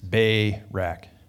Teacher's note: The emphasis is on the first syllable, right? It's Barak.